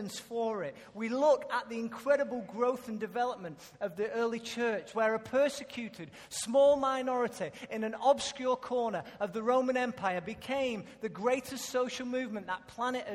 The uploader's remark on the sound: Recorded live at Life Church on Sunday 21st December 2014.